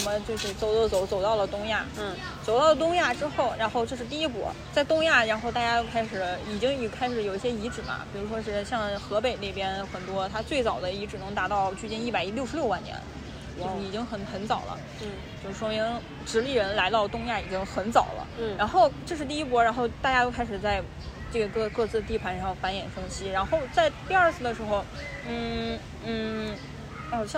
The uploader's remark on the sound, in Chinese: 录制于北京动物园的一期考古科普节目。录制时我们面对着亚洲象，有着极其自然喧嚣的环境音，你能听见飞来飞去的乌鸦叫，和跑来跑去的尖叫小朋友。